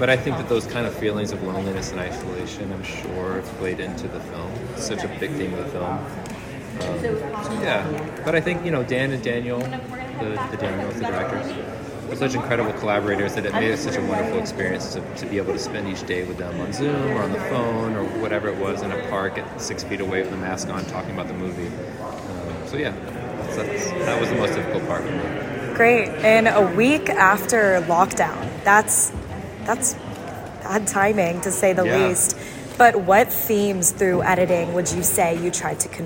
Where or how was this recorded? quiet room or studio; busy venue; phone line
busy venue